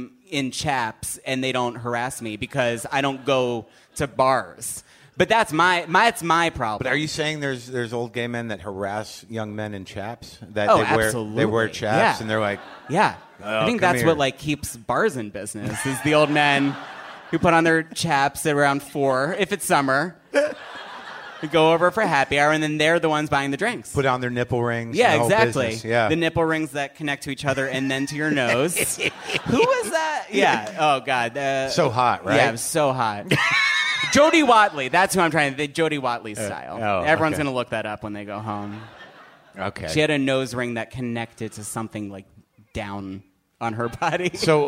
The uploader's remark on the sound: Recorded live at The Bell House in Brooklyn.